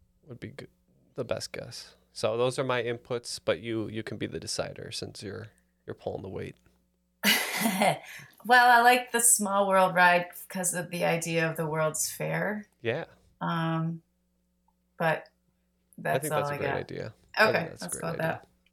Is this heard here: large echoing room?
no